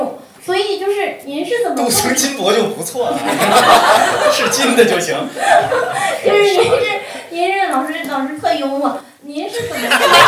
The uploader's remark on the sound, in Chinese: 同近百位在场的读者朋友谈了一些与广告创意业务、行业相关的问题。这是不久前《文案的自我修养》一书在北京建投书店举办的读者沙龙——「创意工人聊天会」的现场录音。到场的既有各路老朋友，也有来自各互联网公司、广告公司、创业工作的相关同行。